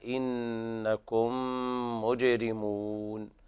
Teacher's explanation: إتمام الغنة أيضا، هذا أدغام متماثلين صغير